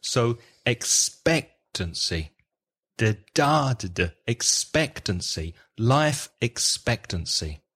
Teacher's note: Just one small thing, …, that when you say the word expectancy, you misplace the stress on expectancy. It has 4 syllables, expectancy. And you need to place the stress on the second syllable.